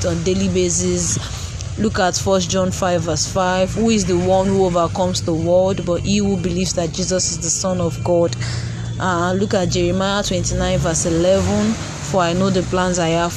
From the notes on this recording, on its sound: ignore the background noise, I am on the road.